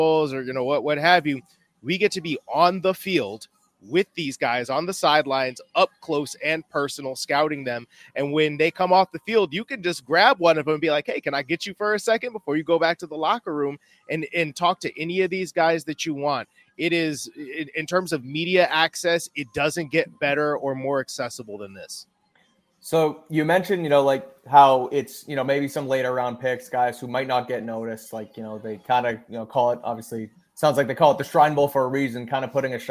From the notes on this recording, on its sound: LIVE from the East-West Shrine Bowl in Frisco, Texas.